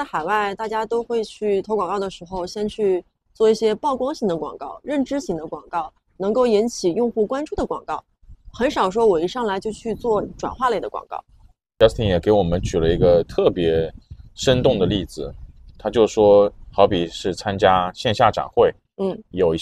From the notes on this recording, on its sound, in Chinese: 这期确实也是在一个公园的亭子里录制的。